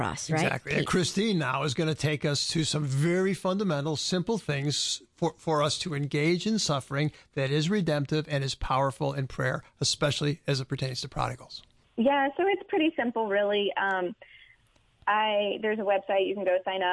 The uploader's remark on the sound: met by phone